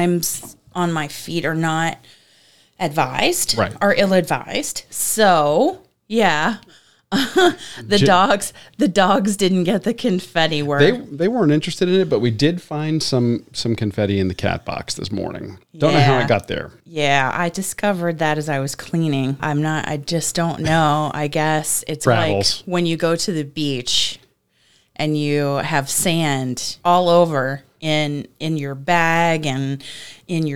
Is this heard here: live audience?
no